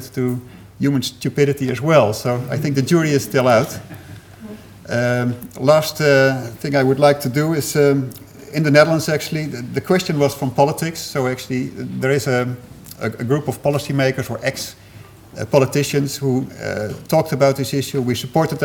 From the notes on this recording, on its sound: Third presentation of session 9 of the 4 Degrees international climate conference.